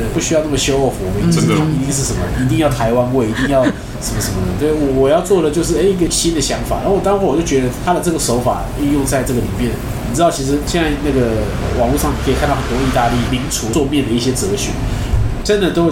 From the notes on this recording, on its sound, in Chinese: 本集白噪音指數：柔風級 3/5。錄音地點： 一步一步來 - Kopi Ibrik。